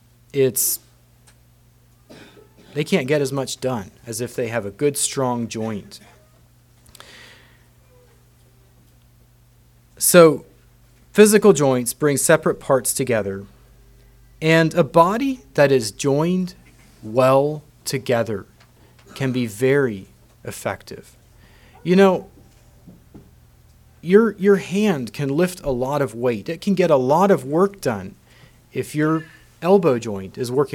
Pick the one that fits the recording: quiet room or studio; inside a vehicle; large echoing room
large echoing room